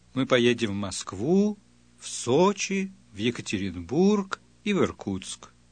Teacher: IC6 can also be used to signal pauses. Note that IC6 is characterized by a sharp rise on the stressed syllable, followed by a high and level tone.